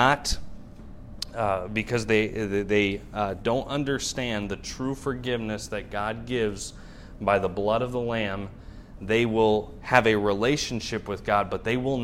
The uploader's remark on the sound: Wednesday evening message preached from the pulpit of Shawano Baptist Church